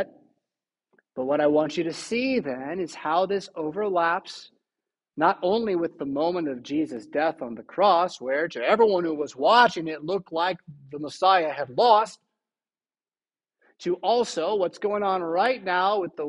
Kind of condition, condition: setting, large echoing room